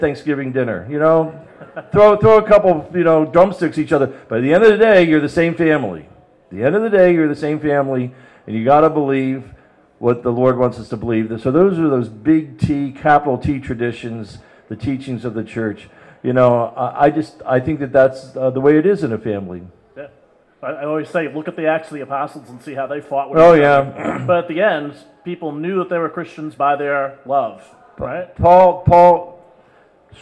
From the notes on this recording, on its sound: We're on location at Theology on Tap at Forest City Brewery in the Duck Island Section of Cleveland.